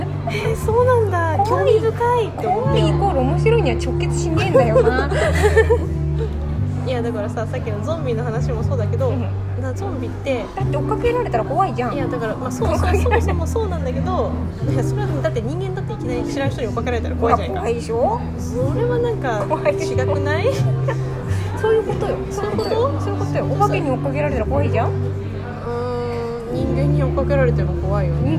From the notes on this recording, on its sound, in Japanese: 収録日当日は、34度越えの真夏日の中、渋谷某所でアフタヌーンティーをしていたんですが…いやぁ、暑かったねぇ…。